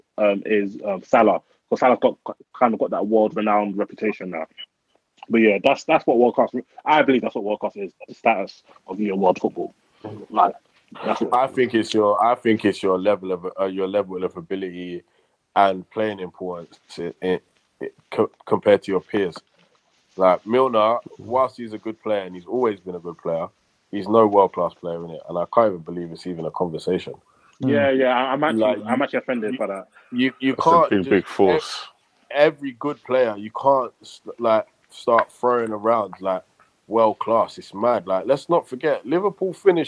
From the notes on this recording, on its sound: We apologise for the drop off in sound quality for this podcast, as it was recorded via the internet and not in our usual studio.